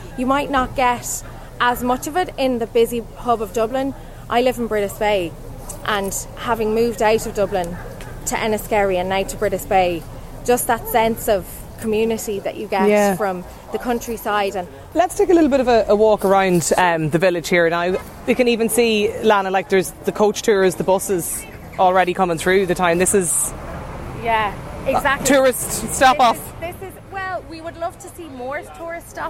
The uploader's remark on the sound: As part of Newstalks Summer Tour, Lunchtime Live was LIVE from the picturesque village of Enniskerry, nestled in the Wicklow mountains.